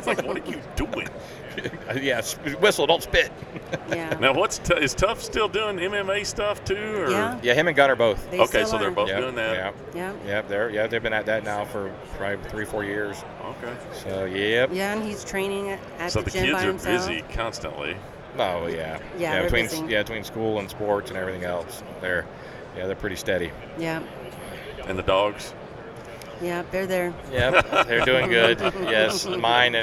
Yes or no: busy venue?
yes